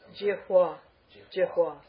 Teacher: the consonant V, when it's in a conjunct consonant, unless it's a semi-vowel, will take the pronunciation of wa